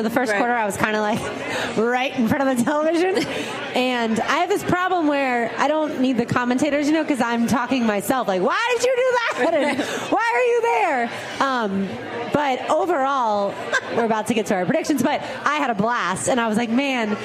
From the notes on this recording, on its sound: He also brought his rings to show off for the live crowd.